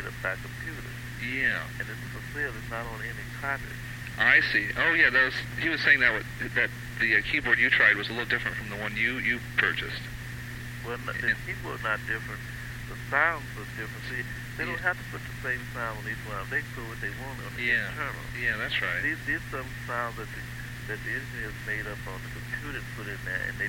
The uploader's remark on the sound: Phone call. The house in Philadelphia.